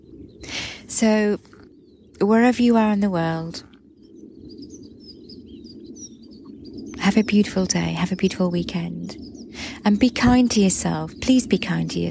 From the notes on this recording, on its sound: A little recording I made this morning while sat with the horses. It was a foggy start but as the mist cleared and lifted from the ground, the sun smiled and the birds began to sing.